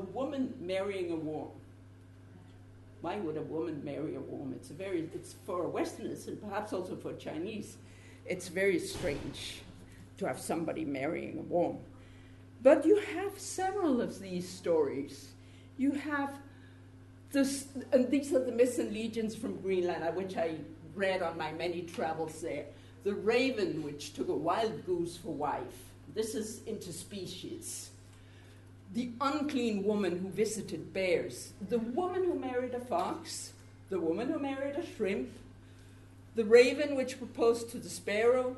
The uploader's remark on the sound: This episode of the Nordic Centre podcast is a recording of a public lecture